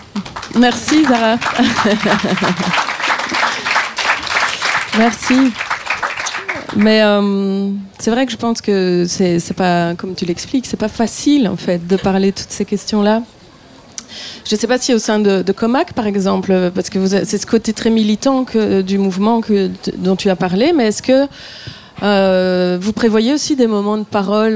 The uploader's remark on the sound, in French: Cet épisode est un enregistrement live d'une conférence organisée et animée dans le cadre du Festival Maintenant! Cet épisode est un enregistrement live d'une conférence organisée et animée dans le cadre du Festival Maintenant! (Belgique), festival des initiatives de transition.